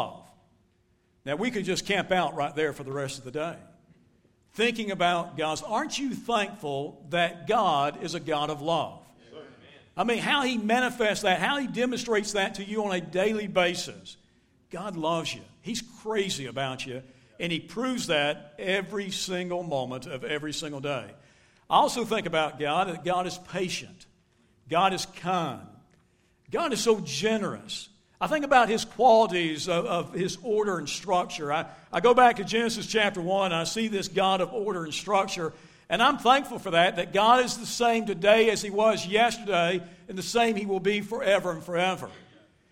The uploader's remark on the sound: Recorded live at Shindler Drive Baptist Church.